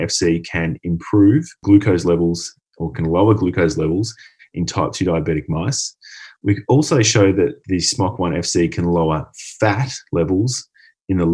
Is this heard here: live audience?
no